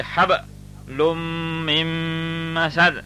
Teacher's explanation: there is a qalqala because that echoing sound is repeated here because the ba is ساكن